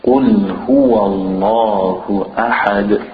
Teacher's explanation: the qaf in the beginning is thick.